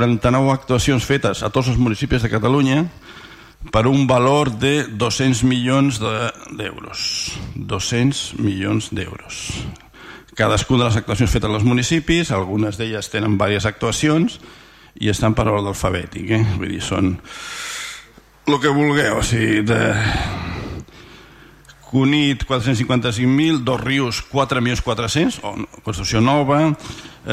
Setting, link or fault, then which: setting, large echoing room